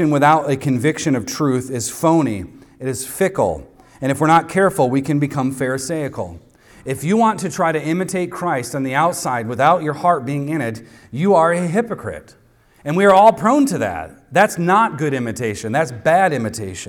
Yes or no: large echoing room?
yes